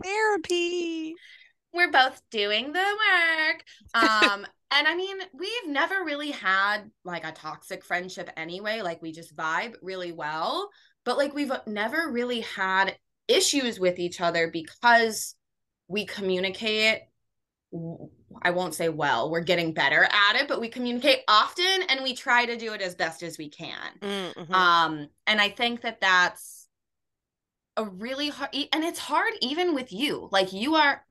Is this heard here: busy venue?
no